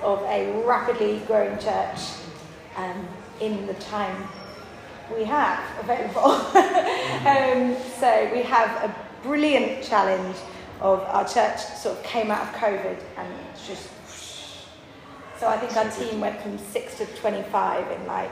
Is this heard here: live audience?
yes